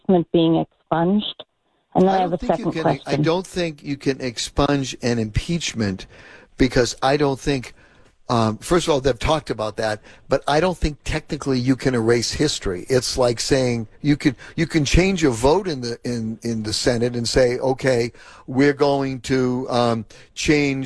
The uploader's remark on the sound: Opened the phone lines for comment.